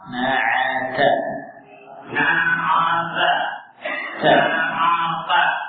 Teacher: huruf ta seperti huruf T saja cuma ada nafas dan ada nafas yang lanjut